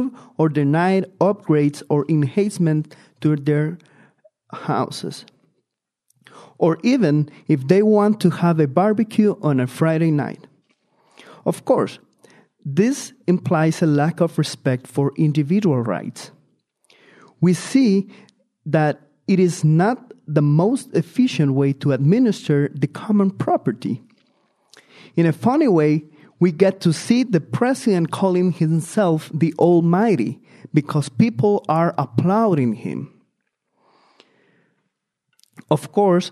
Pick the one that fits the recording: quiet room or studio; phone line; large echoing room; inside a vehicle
large echoing room